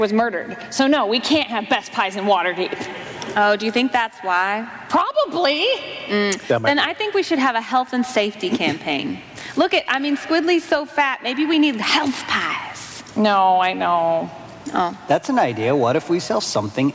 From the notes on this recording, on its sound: live from PAX South 2019